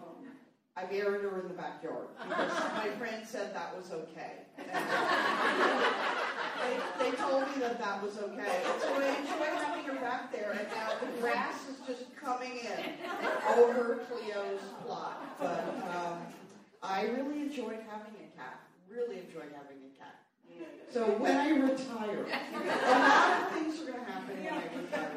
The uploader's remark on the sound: This podcast is the live audio from our appearance at the Santa Monica Public Library. Take questions from the audience.